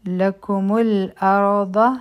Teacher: را به غټه وایو داد به غټه وایو